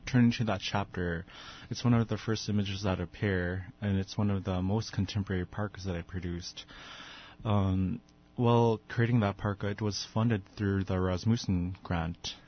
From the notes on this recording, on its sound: On the phone